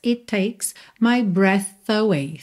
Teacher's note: o T de it, já junta no T de takes